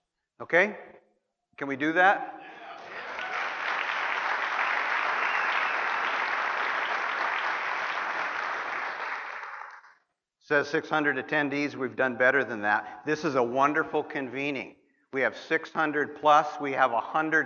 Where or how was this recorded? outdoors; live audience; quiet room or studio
live audience